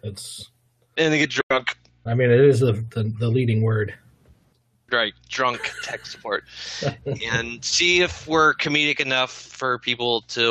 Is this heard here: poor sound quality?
yes